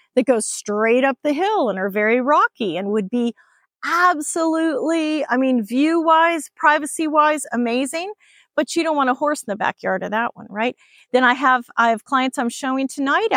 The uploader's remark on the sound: Explore the stunning Sendera Vista subdivision as we chat on location.